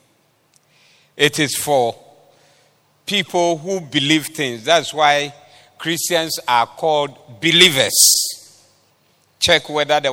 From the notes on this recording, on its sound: Preached at the Doxa Service 19112023